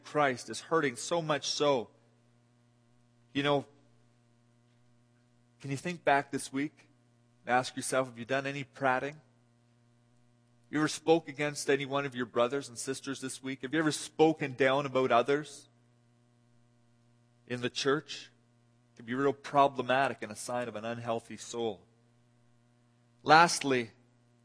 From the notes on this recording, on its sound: This audio sermon entitled, Guest Service, was delivered at The People’s Church of Somerville, NB.